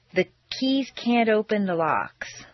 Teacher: If you have trouble with can't before a word that starts with a vowel, such as open, put in a very small D. The keys can't open the locks.